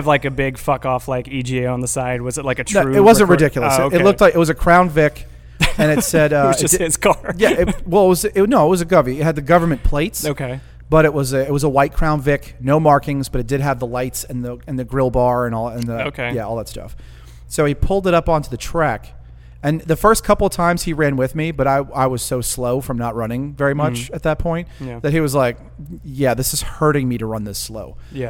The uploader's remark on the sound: We are LIVE at the Pale Horse Coffee cafe